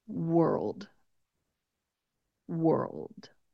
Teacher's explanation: If you're watching on YouTube, you can see how when I end on that word, how my jaw and my lips are in a very neutral position. My jaw does close when I'm getting close to saying that dark L sound, or it gets close to closing.